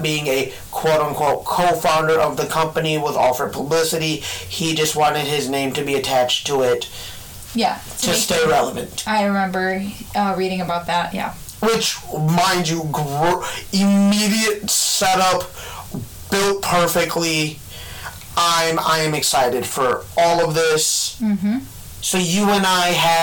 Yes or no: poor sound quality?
yes